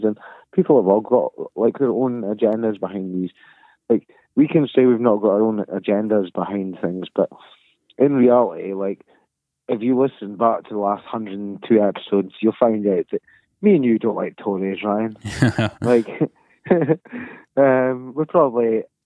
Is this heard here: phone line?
yes